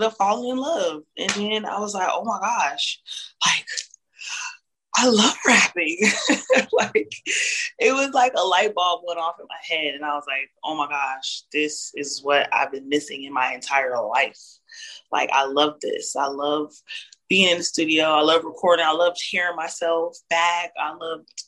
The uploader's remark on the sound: zoom interview